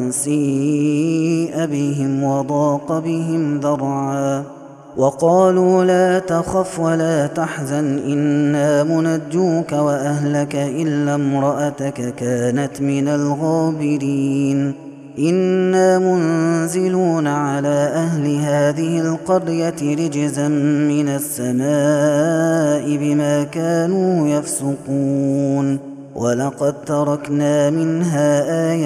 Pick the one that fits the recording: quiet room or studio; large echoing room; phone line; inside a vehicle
large echoing room